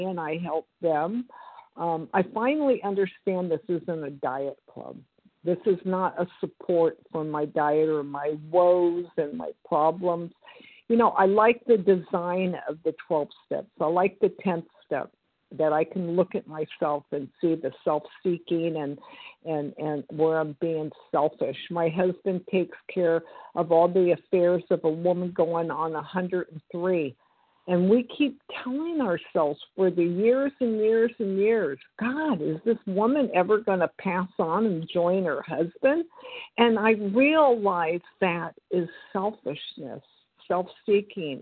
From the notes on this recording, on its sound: 100 Pounders Phone Meeting, 1/26/24